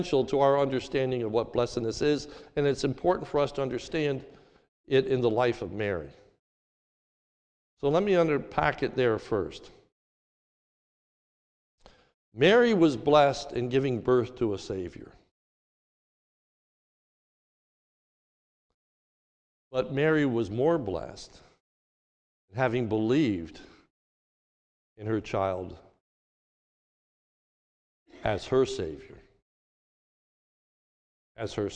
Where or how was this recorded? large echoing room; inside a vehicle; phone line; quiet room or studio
large echoing room